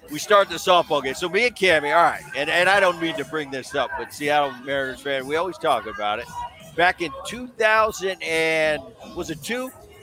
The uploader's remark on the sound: Live From MLB All-Star Weekend. Is in Seattle for the MLB All-Star festivites and is joined live by two former teammates.